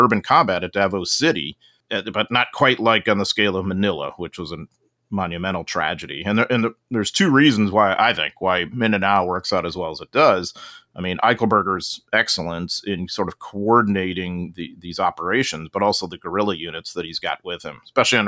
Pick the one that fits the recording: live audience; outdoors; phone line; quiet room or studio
quiet room or studio